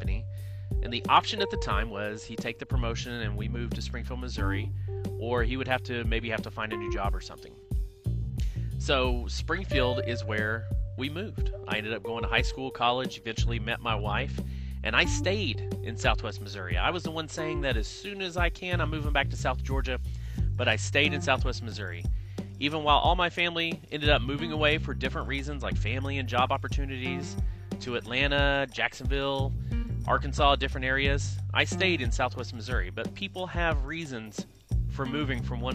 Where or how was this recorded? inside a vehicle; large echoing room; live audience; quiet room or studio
inside a vehicle